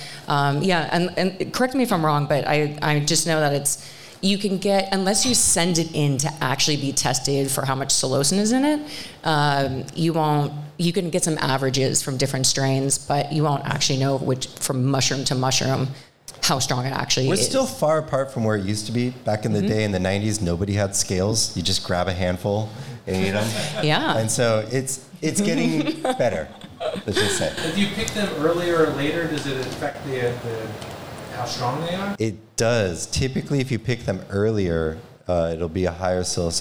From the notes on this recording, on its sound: In this live audience episode of Trip On This. Live Demo of how to inoculate a grow bag. Live Q&A.